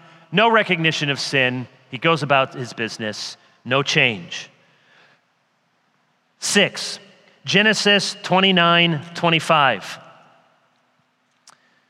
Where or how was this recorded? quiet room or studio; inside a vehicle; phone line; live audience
live audience